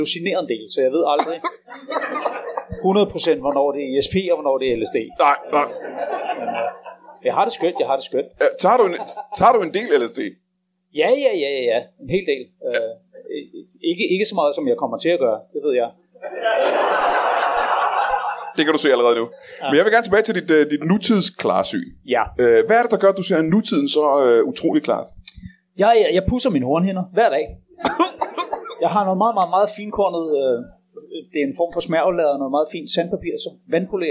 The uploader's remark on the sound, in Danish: LIVE fra Kolding. Optaget foran et levende publikum på Tobbers i Kolding. Optagelsen er et par år gammel men blev kasseret da vi mente at lyden ikke var i top.